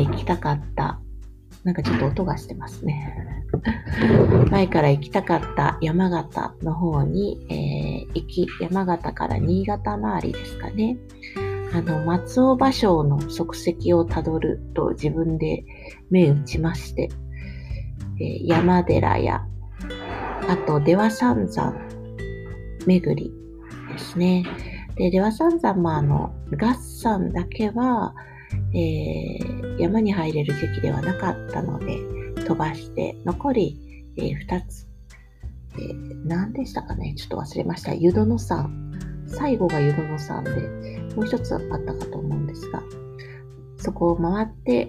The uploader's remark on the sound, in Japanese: 梅雨ですね。窓を開けて雨音を聞きながら録音しました。